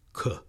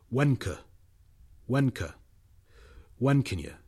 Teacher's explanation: Notice that the schwa is there as soon as you release · Term: weak form